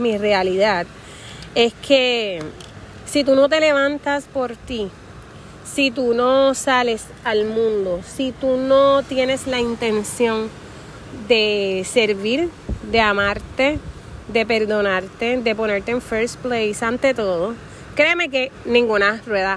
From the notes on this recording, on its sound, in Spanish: Hoy grabamos desde la playa, disfruta el va y ven de las olas